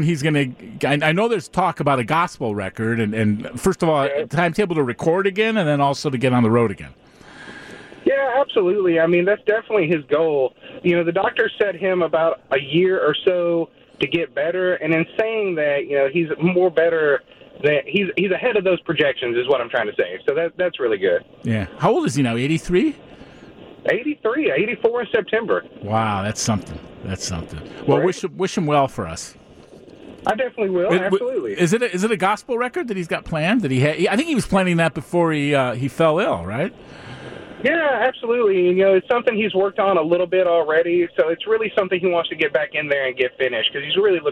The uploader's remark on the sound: joins the conversation over the phone